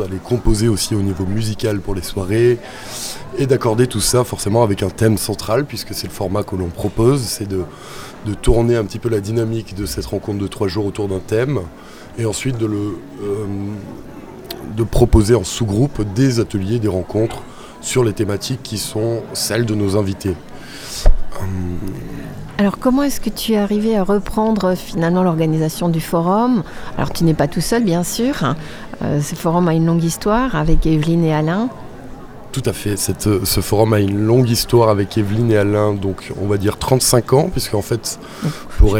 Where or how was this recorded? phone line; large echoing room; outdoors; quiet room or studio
outdoors